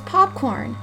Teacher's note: The first syllable is stressed, but saying the word aloud a few times and listening carefully will indicate clearly that the second syllable is longer. The sound lasts slightly, but distinctly, longer.